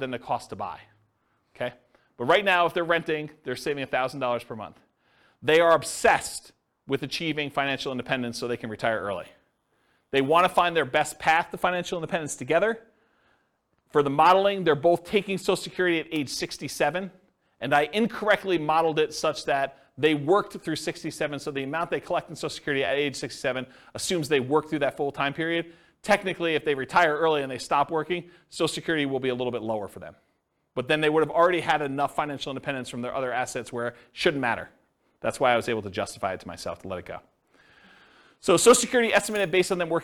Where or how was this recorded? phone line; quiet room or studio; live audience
live audience